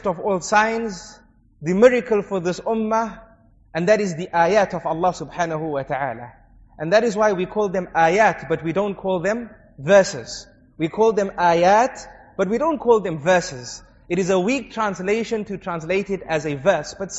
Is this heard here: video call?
no